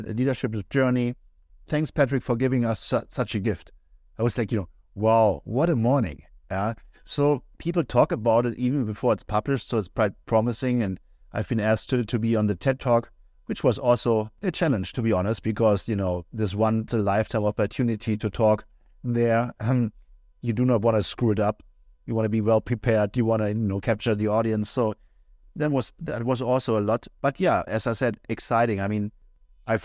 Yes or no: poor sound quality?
no